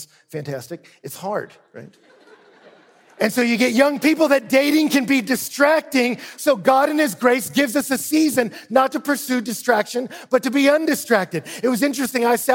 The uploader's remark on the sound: speaks at the ERLC National Conference